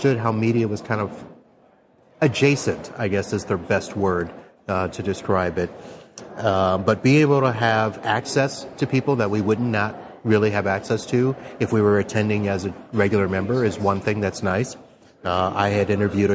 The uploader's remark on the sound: right in the heart of the IT Nation conference in Orlando, Florida